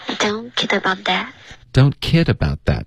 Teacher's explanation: 重音是 kid, OK,然后不要把重音放在 that 上。That 呢怎么样也不要往上飘 that,不然就变成一个疑问句了。